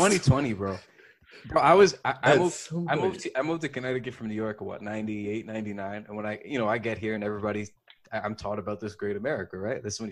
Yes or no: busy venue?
no